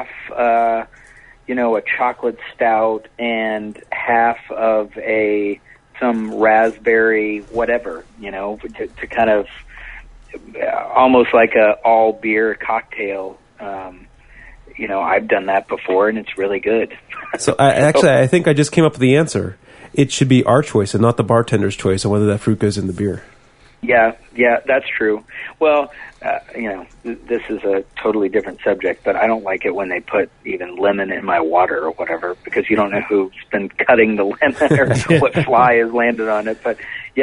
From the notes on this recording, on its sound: It's a tele-tasting with Saint Arnold Brewing Company . On the phone is.